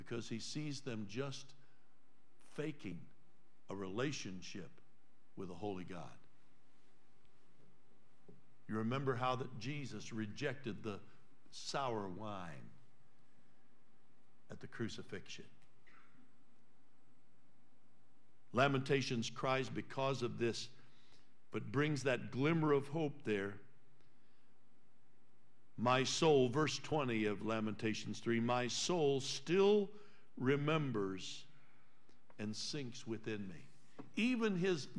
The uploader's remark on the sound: Trinity Church Live